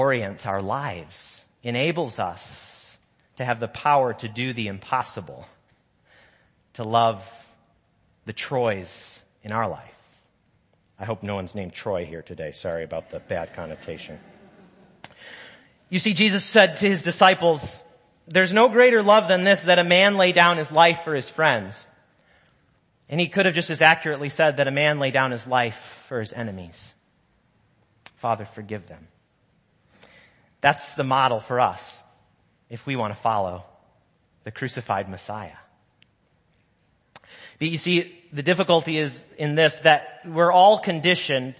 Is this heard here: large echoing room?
yes